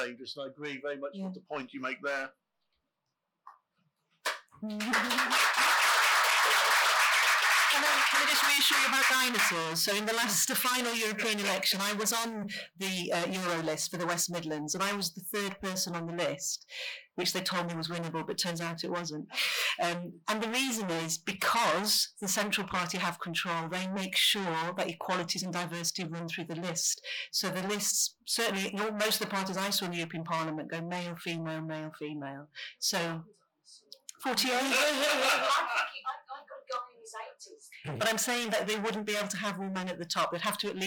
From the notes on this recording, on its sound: This event was part of the IfG's Labour Party Conference 2023 fringe programme.